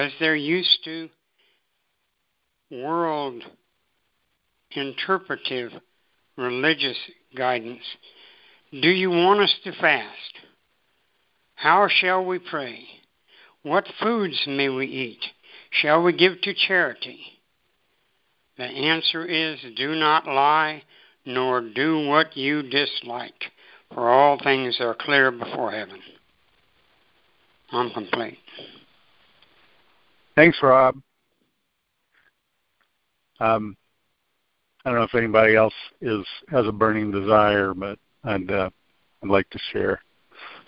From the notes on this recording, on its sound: ACIM Daily TEXT Conference Call